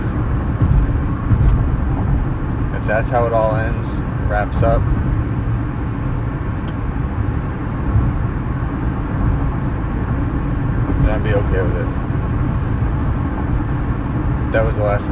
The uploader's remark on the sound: Recorded on the freeway in Westlake/Agoura Hills/Calabassas, CA.